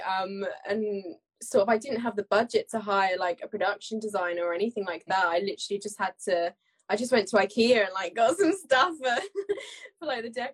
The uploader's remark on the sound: live Instaview with actor, director and mental health ambassador